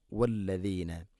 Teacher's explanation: വല്ലദീന അല്ല വല്ലദീന. വല്ലദീന ദാല് നാവിൻ്റെ അറ്റം മുൻപല്ലുകളുടെ ഇരുനരകൾക്കിടയിലൂടെ അല്പം പുറത്തോട്ട് വരണം